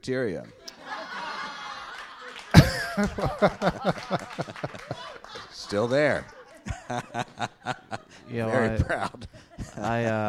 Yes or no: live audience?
yes